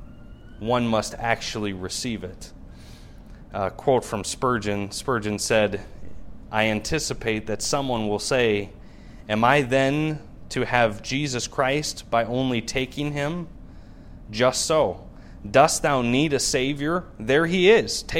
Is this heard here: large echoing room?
yes